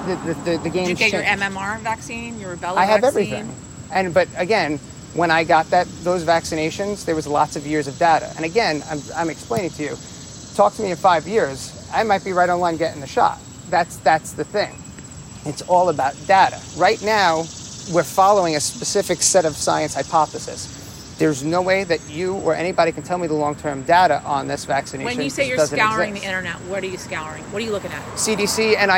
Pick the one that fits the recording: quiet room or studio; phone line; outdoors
outdoors